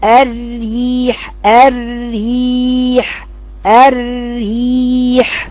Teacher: بعض الناس تقرأ الراء الاولى مفخمة والراء الثانية مرققة، مع ان الاثنين لازم يكونوا مرققتين